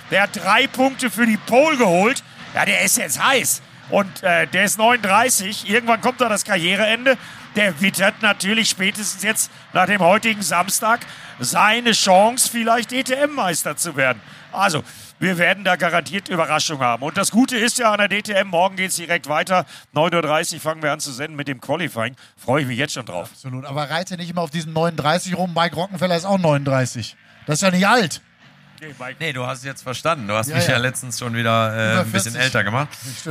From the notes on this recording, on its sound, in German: Live aus Oschersleben. Zu viert sprechen sie live vor Publikum am Samstag in Oschersleben unmittelbar nach dem DTM Auftakt der Saison 2023.